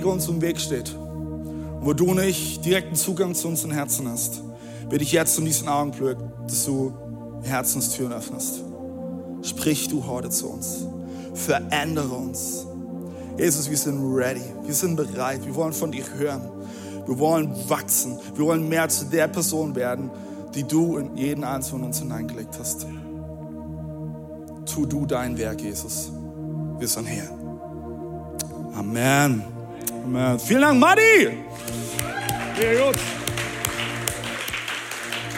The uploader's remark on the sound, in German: Audiomitschnitt der Predigt